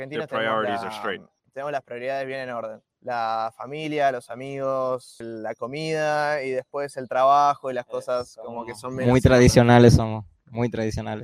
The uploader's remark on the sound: Live from Monero Soccer Stadium in Formosa, Argentina